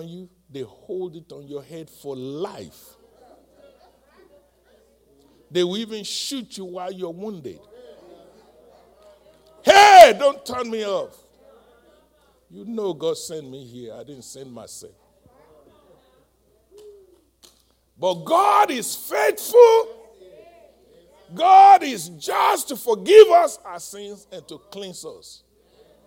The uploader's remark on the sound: live-recording